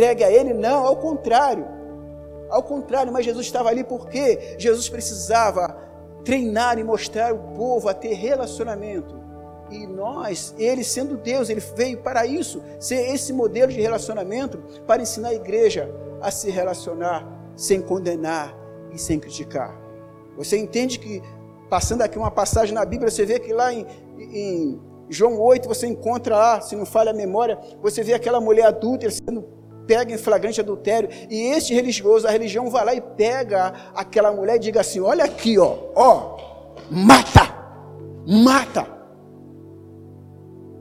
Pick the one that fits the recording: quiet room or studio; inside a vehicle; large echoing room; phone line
large echoing room